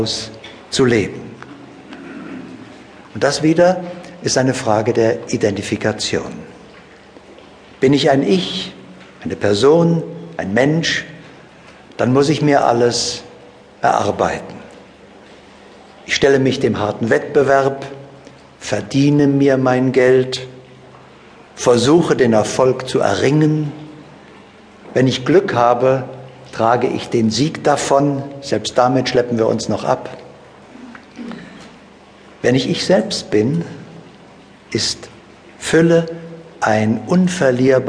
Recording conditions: live audience